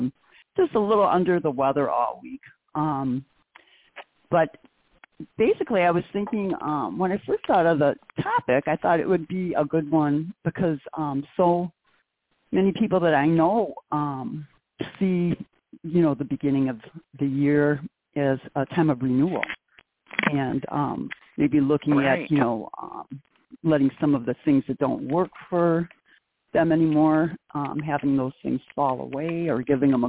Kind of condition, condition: link, phone line